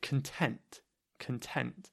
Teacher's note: because it's an adjective, we're saying content. Content. So the stress is on the second syllable.